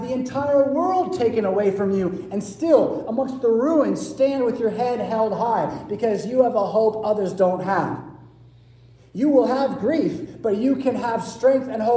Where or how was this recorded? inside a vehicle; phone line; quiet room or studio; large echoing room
large echoing room